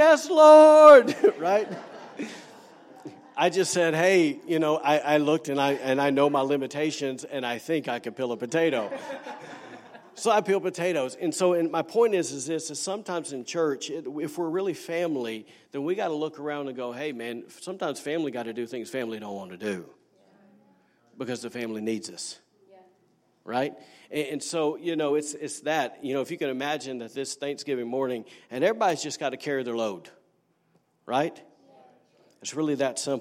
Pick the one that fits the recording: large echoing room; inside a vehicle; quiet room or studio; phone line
large echoing room